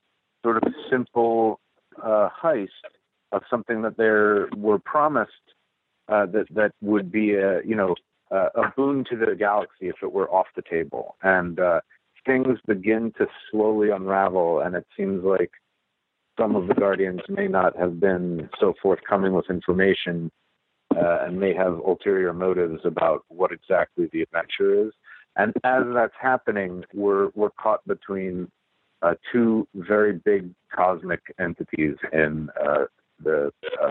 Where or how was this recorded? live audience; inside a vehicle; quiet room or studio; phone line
phone line